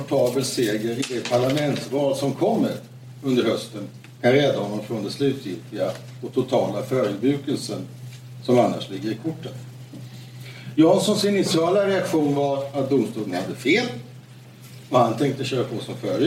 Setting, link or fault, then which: setting, busy venue